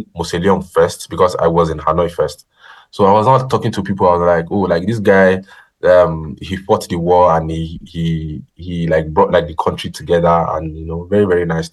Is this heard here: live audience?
no